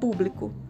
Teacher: Bli e co nós pronunciamos com menos intensidade. · Term: átonas